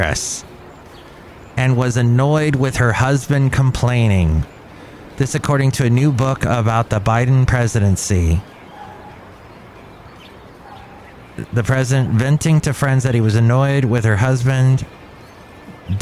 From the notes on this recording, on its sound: live from Cafe Anyway